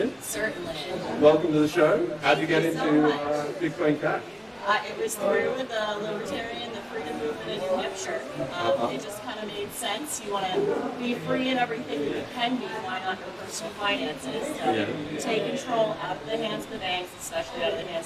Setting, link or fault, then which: fault, background noise